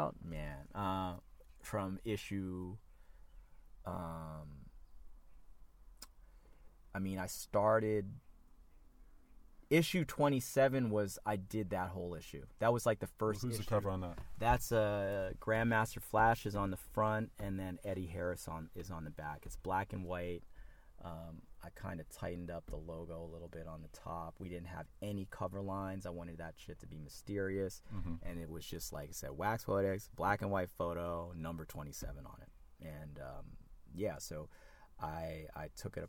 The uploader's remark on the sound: We caught up quite literally while on the run in San Francisco, so apologies for any audio rawness here.